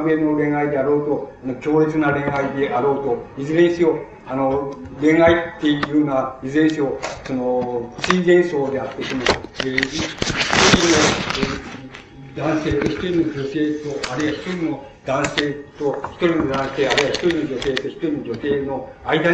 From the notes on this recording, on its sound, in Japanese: 主催：日仏学院 後援：フランス大使館 場所：東京日仏学院ホール。音源は客席から録音されたが 周辺のノイズが入っているほかは 比較的クリアに収録されている。